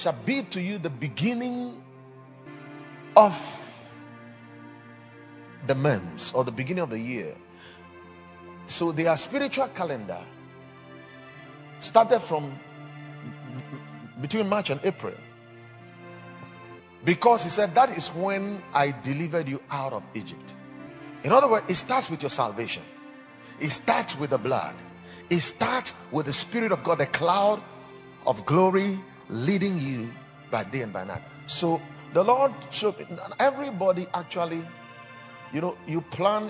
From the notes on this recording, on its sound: Preached at the Watered Garden Church